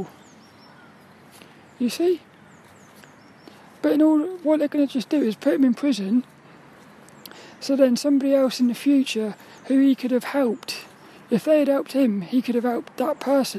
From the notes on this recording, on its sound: This 'About The Tings' episode was a walk and talk around the squirrel park